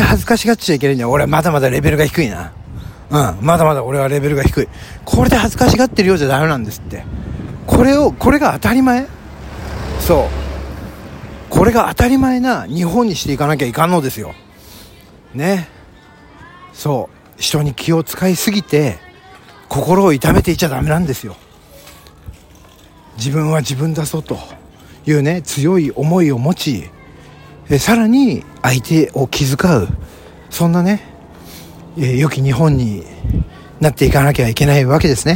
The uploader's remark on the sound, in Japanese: ロケトーク第3弾【市ヶ谷駅周辺】。すっかり慣れて来ました野外での収録です。人に見られた #ママさんの井戸端会議の脇を #信号待ちは危険。